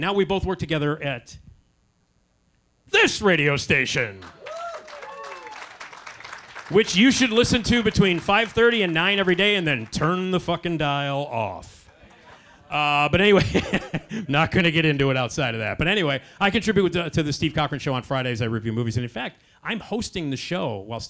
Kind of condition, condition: setting, busy venue